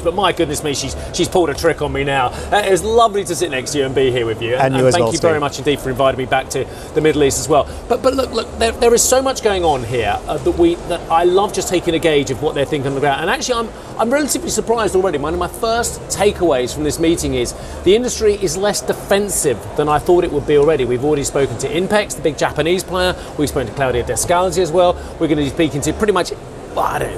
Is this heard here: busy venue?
yes